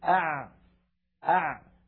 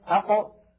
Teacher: زمن أع أطول من زمن أق